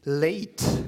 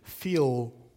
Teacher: die Laterale, die in einem Fall, und zwar im Englischen, im Wortanfang tatsächlich alveolar ausgesprochen werden, und Satzfinal ist das dann velarisiert, also weiter eine hintere Artikulationsort wird gewählt.